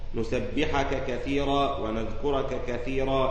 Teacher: وأدغم رويس قولا واحدا الكاف في الكاف في ثلاثة مواضع · Term: الإدغام الكبير